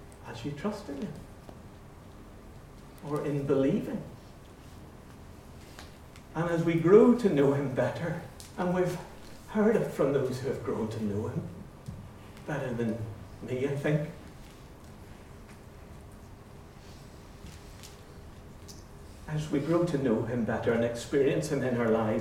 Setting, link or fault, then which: setting, live audience